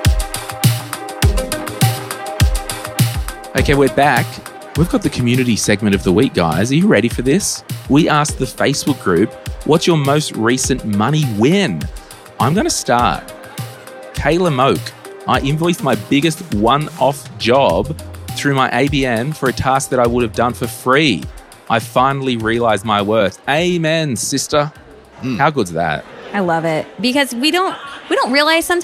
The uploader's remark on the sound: Live from FinCon22. At FinCon22 in Orlando, Florida.